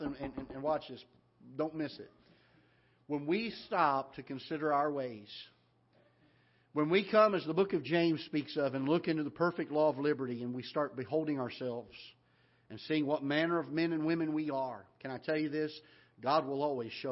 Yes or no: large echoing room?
yes